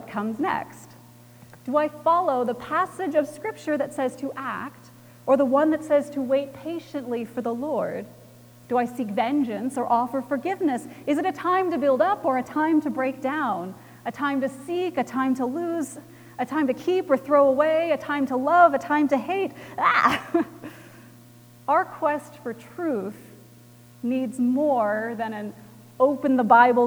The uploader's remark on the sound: Recorded January 28, 2018 at Trinity Presbyterian Church in Bixby, Okla.